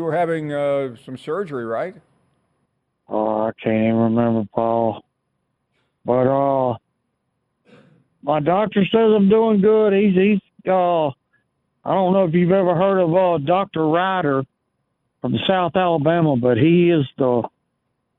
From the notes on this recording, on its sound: we head to the phone and get to some of your phone calls